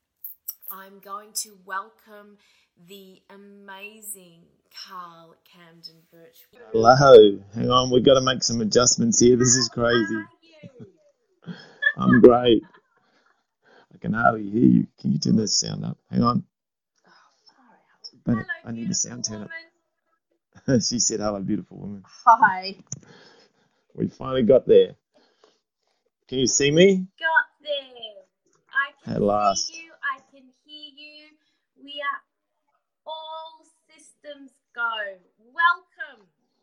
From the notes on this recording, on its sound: The sound is a little sketchy